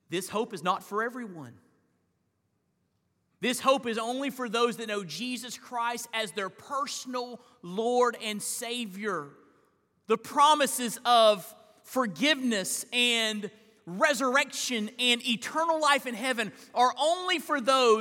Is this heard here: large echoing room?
yes